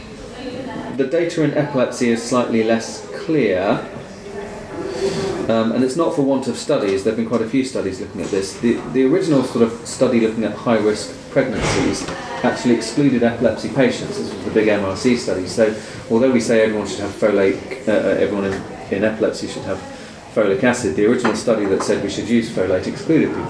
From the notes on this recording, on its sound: Podcast Recorded at: Bristol Epilepsy Support Group Monthly Meeting